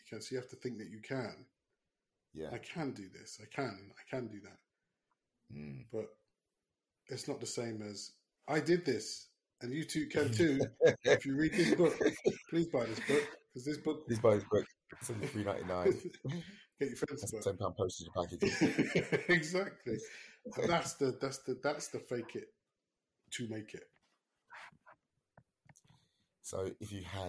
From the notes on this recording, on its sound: Apologies for the sound quality we had a lot of technical difficulties.